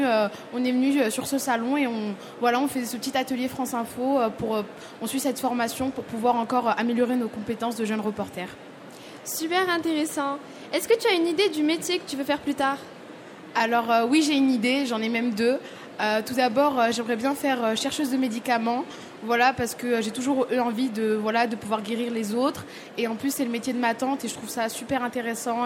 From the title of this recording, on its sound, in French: Emission en direct du salon européen de l'éducation sur France Info !